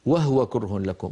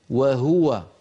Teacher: فمعنا في أول السورة قوله تعالى وهو كره لكم، وهو هذه الكلمة كثيرا ما أسمعها من بعض إخواننا، وهو كره لكم، وهو ساكنة الهاء، هذه الكلمة مضمومة الهاء على رواية حفص عن عاصم · Shown in: second take